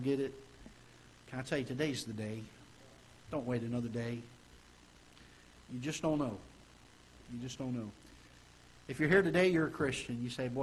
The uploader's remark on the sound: Ketha Heights Baptist Church ~ Live Broadcast